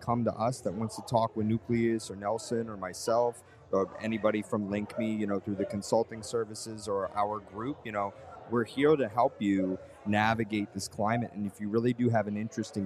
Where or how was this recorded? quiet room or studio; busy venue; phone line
busy venue